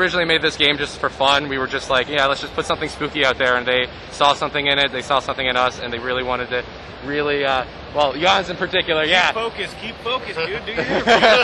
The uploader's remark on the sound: Took on PAX East 2023 with great tenacity, and he's got the audio to prove it! Chats with many developers on the con floor (and maybe one or two in a different location)!